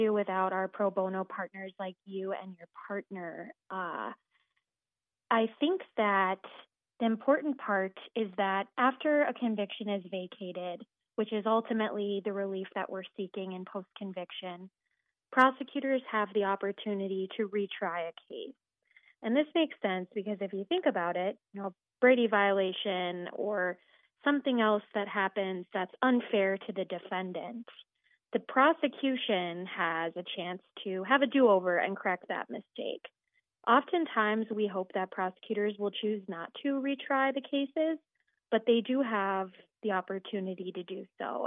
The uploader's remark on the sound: calls